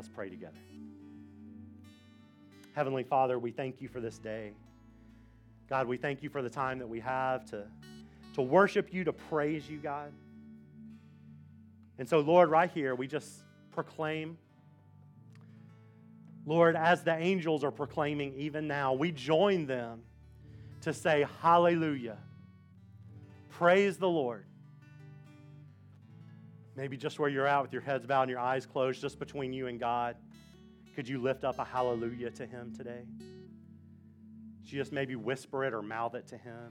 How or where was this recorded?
large echoing room